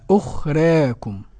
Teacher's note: حالة بين أن تنحو بالفتحة نحو الكسرة قليلا أو تنحو بالألف نحو الياء قليلا · Term: التقليل